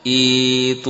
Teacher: Tidak, ya, diganti hamzahnya dengan huruf ya. Jadi hamzahnya dihapus, ya, dirubah menjadi suara huruf ya sukun atau huruf mad.